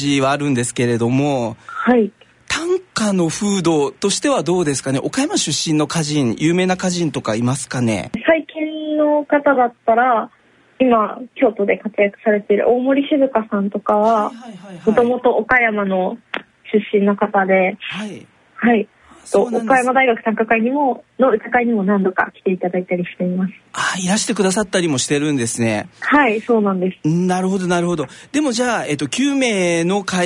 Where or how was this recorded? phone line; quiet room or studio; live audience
phone line